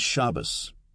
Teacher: An example is Shabbos, Sabbath, with the accent on the first syllable. Sephardic. This is the modern Israeli pronunciation that's used in most liberal synagogues in the United States.